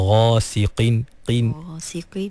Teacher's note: walaupun qaf tu baris bawah, dia duduk di martabat tafkhim yang paling rendah, tapi tak bermakna qaf tu menjadi nipis, ha, sampai bertukar menjadi kaf.